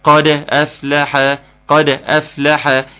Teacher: يبقى الصوت بتاع الدال المقلقلة وقفا هو الصوت بتاع الدال المقلقلة وصلا